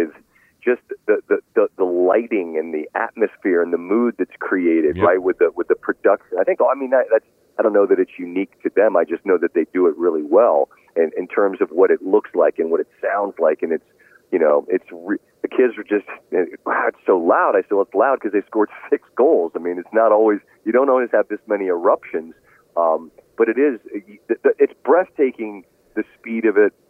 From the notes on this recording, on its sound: called in from Southern Hills in Tulsa